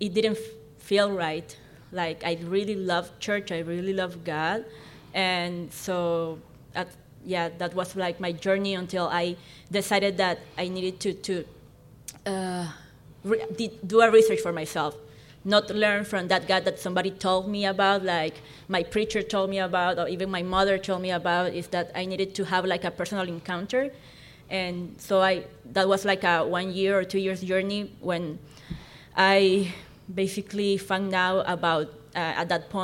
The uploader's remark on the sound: Live conversation at the Queer Christian Fellowship Conference in Chicago.